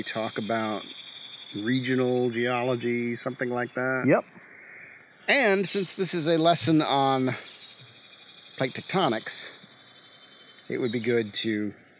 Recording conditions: outdoors